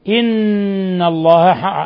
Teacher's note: إن حرف غنة مشدد يغن مقدار حركتين